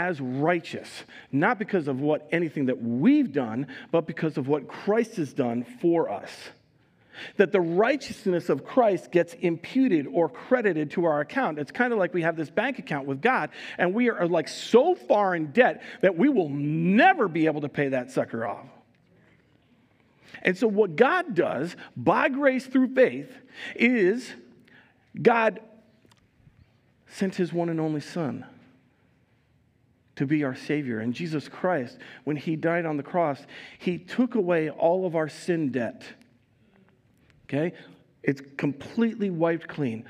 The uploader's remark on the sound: Recorded live at Word of Life Church in Le Sueur, Minnesota, on October 16, 2022